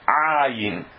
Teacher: o Ayin vem aqui mais debaixo da garganta, ele é mais forte